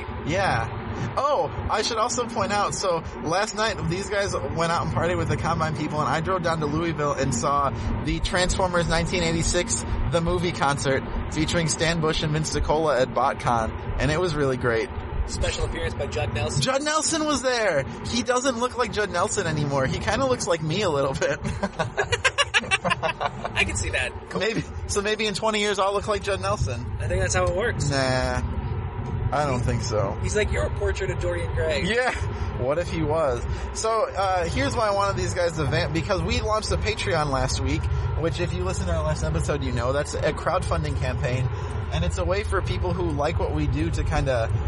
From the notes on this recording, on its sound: Recorded on the way back from a show at the Combine in Bloomington, IN back in April 2016. Also, it's literally recorded in a car.